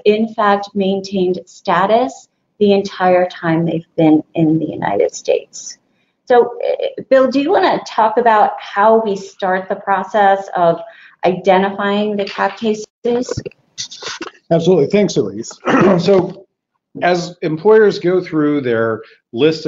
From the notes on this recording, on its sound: This bonus episode consists of an audio recording from a previous live broadcast of a webinar for Klasko clients.